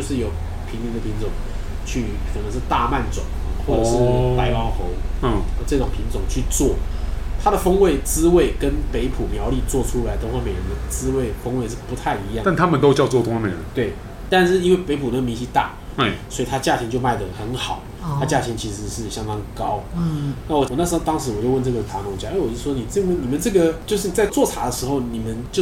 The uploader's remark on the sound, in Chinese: 本集白噪音指數：蚊風級 1/5。一步一步來 土耳其咖啡廳。錄音地點： 一步一步來 - Kopi Ibrik。